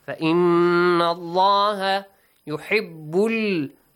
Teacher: The letter ha must be pronounced with a more throaty sound.